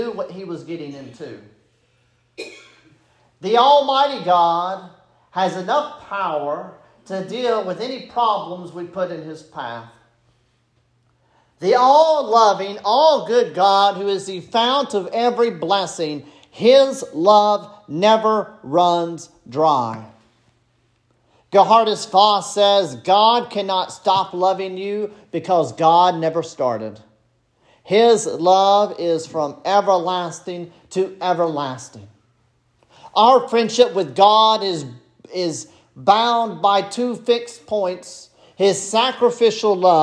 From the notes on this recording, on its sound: This sermon was preached at Bethesda Presbyterian Church on April 16, 2023.